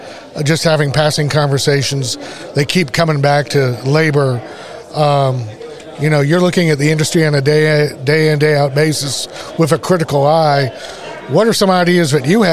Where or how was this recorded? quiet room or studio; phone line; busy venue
busy venue